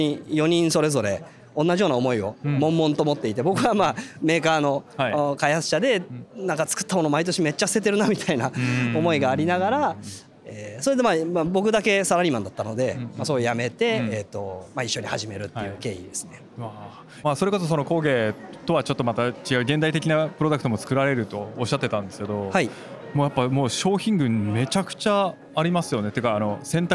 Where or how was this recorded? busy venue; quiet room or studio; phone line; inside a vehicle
busy venue